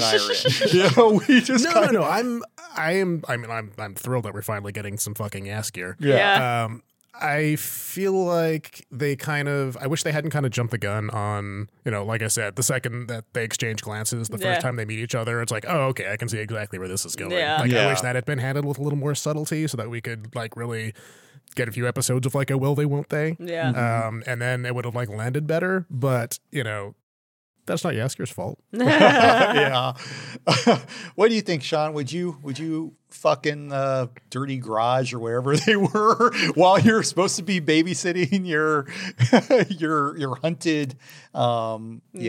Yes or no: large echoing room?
no